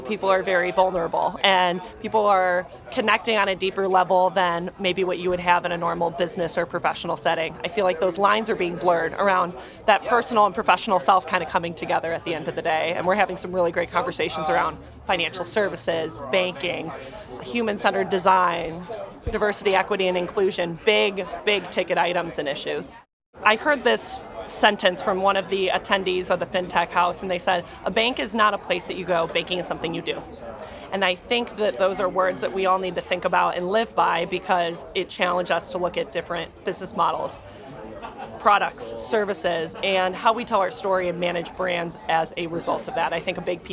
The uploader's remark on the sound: South By Southwest 2023: LIVE Street Interviews. Sunrise Banks team heads to Austin every March.